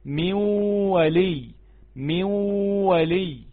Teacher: تلاحظ النون ما نطقناهاش خالص وحطينا مكانها غنة وشددنا الواو